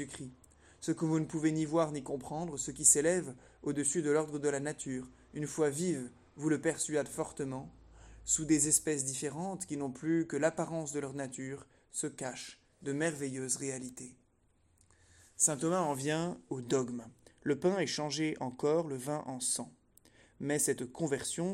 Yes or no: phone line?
no